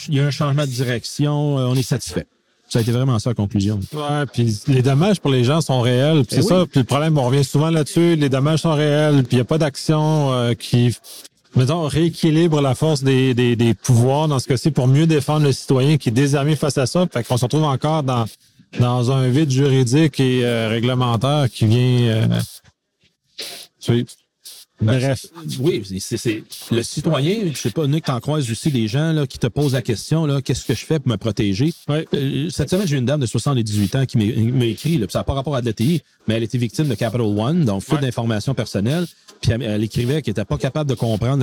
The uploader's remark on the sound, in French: Épisode au Colloque ISACA 2019